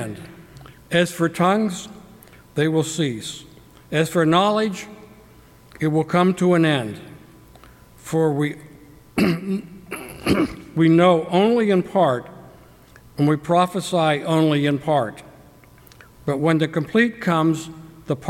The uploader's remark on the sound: During the 9:00 AM service on Sunday September 3, 2017, at First Presbyterian Church of Arlington Heights, Illinois. Part of Lay Preaching Sunday.